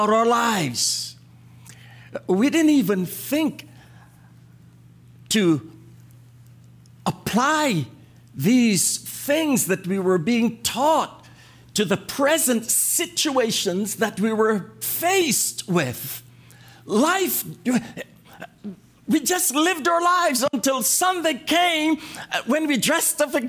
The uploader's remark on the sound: This message was delivered and recorded on January 20, 2024 at the Transformation and Equipping Center - 244 Liberty Street Brockton, MA 02301